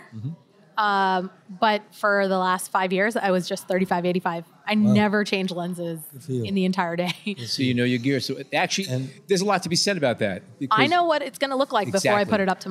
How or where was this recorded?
busy venue